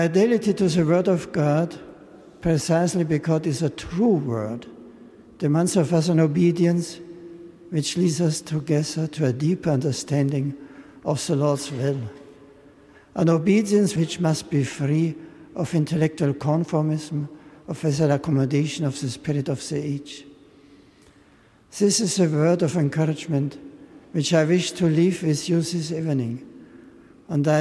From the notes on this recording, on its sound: An Evensong service in Westminster Abbey.